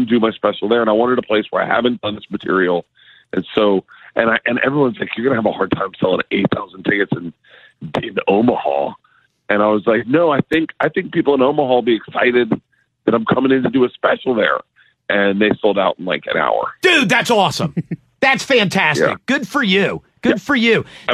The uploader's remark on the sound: Makes a surprise call in to the show! On The Phone!